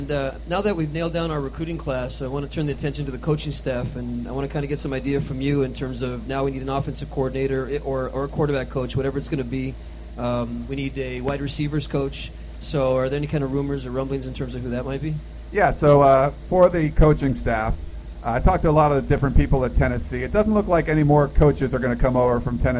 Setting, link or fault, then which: setting, live audience